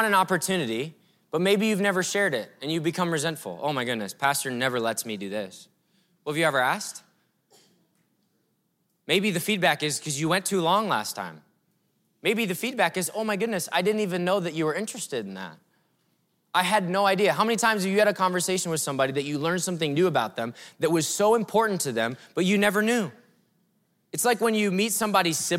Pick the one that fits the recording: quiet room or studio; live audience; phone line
live audience